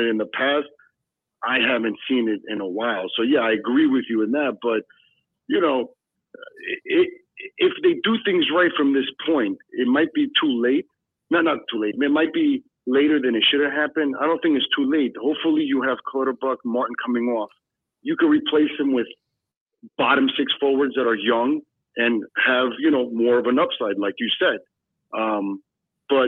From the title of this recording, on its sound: Islanders Never Say Die Podcast Call-in Show